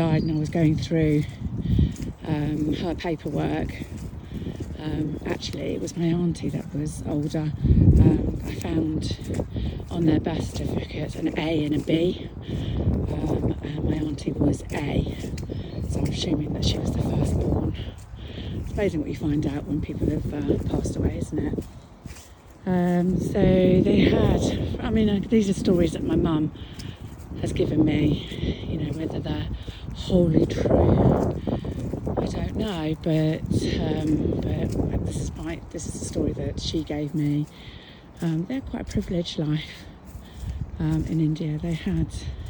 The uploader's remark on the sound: Apologies for the little part of wind noise, it was a bit blowy on the dog walk!